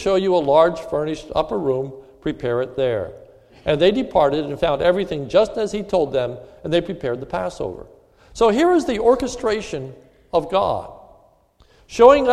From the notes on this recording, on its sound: This is a sermon recorded at the Lebanon Bible Fellowship Church, in Lebanon, PA. Was given on the occasion of Maundy Thursday.